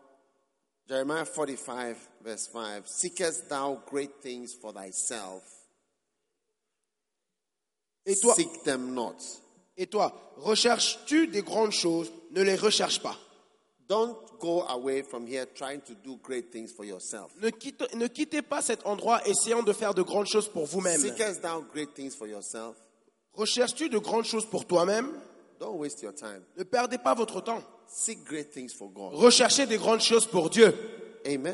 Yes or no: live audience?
yes